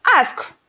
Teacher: You see the sound of s and k. That's where the cluster occurs at the final position.